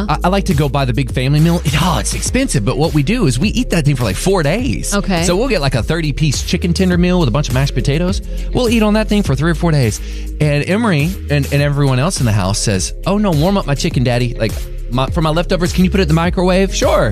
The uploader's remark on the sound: Listeners call in with their unpopular opinions. 94.9 KLTY.